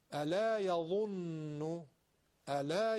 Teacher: ظال نوک زبونی درشته تو گلو انداختیم